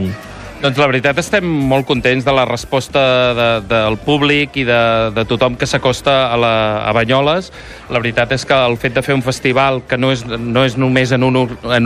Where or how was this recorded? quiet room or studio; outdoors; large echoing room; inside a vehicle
outdoors